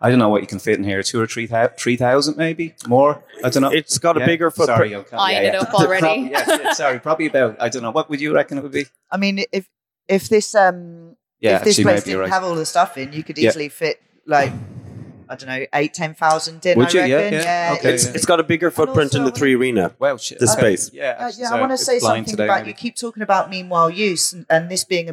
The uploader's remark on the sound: Our Culture Night event in the Fruit and Veg market in Dublin. Here's a recording of that talk.